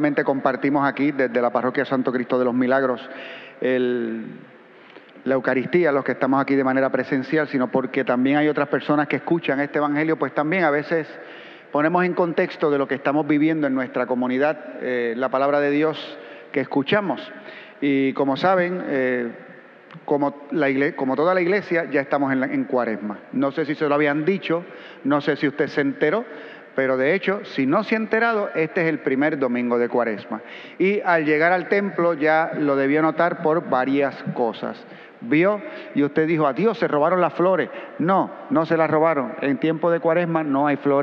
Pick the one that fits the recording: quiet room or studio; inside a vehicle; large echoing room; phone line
large echoing room